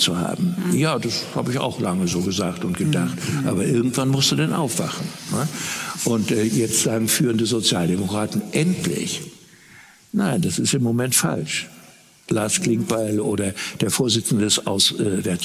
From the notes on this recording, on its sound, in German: Das haben wir in einer Ausgabe unserer Gesprächsreihe „Augsburger Allgemeine Live“ getan.